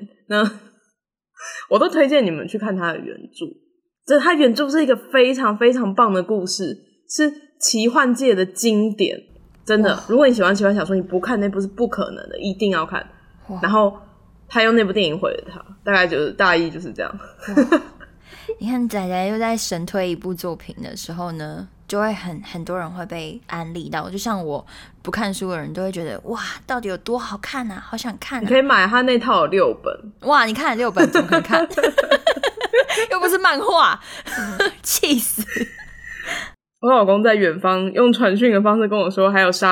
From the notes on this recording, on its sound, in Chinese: 因為是即時收音，會有一些現場音或不可抗力干擾。感謝這集提供callin語音的朋友們。